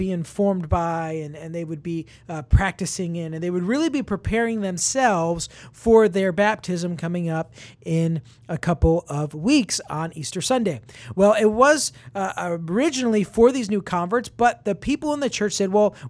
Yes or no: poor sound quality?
no